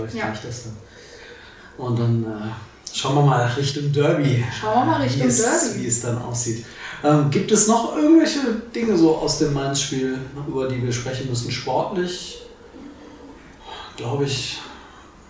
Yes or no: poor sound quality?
yes